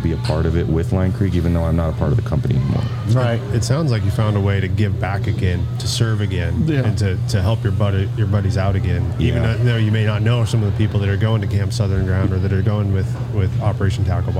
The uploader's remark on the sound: Taped at Line Creek Brewing Co., Fayetteville, GA